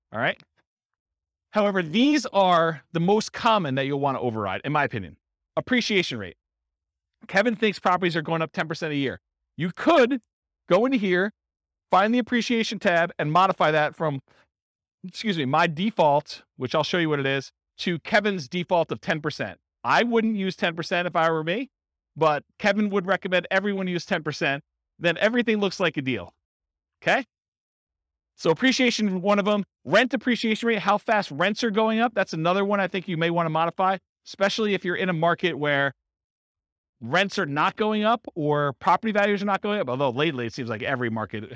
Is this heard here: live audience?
yes